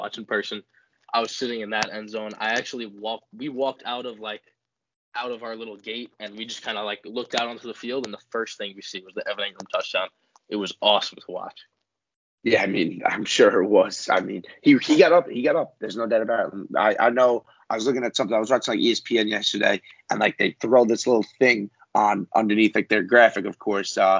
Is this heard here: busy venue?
no